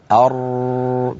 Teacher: التكرير صفة من صفات الراء مرت معنا، وهي ارتعاد اللسان ارتعادا خفيا عند نطق الراء · تجد بأن اللسان فيه ارتجاف، ارتجاف بسيط ولكنه لا يصل إلى حد أن ينغلق المخرج، فيؤدي هذا إلى ارتعاد شديد لللسان يؤدي إلى أكثر من راء.